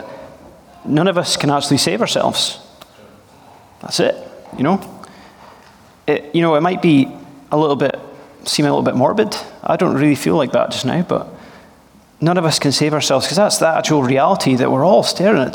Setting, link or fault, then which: setting, live audience